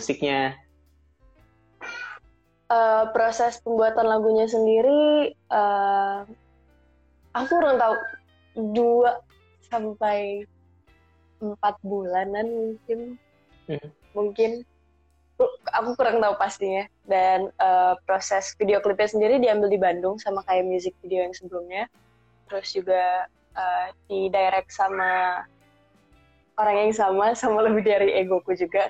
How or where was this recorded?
video call